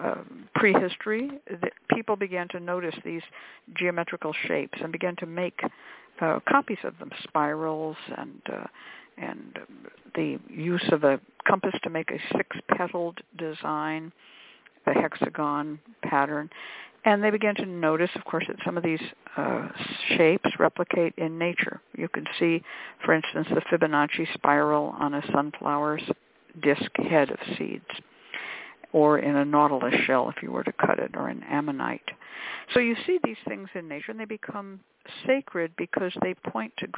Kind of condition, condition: link, phone line